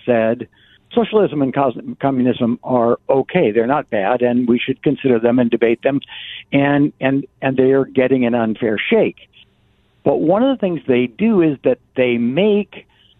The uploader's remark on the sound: by phone